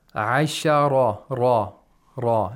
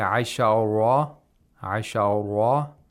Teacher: he applies the tafkhim of Ra's very well with the tapping sound of the Ra · Shown in: first take